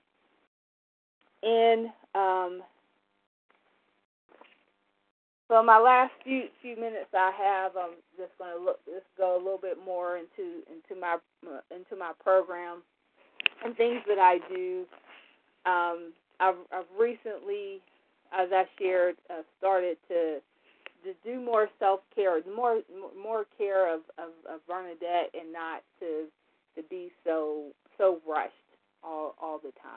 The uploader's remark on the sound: 100 Pounders Phone Meeting